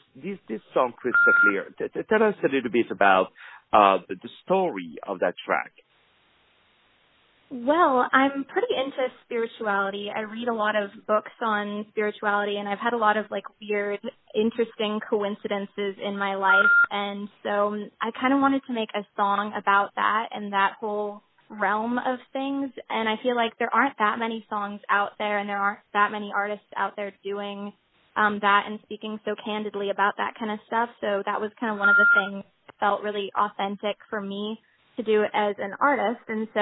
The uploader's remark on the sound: On the phone